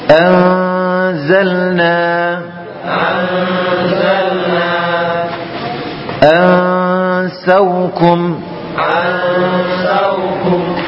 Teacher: kita dekatkan pada makhrajnya zai, ya, ujung lidah dengan gigi seri bawah